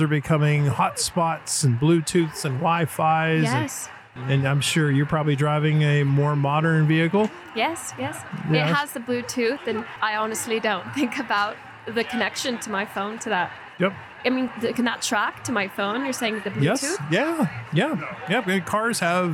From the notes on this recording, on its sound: Privacy Files hit the road and recorded this episode at the Anonyome Labs booth on the floor of the 2023 Utah Pinners Conference & Expo in the Greater Salt Lake City Area. Pinners is a two-day event where 35,000+ creative enthusiasts, DIY aficionados and expert makers meet.